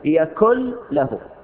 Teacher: نبدل النون في يكن لام وندغم هذه اللام في لام له · Term: الإدغام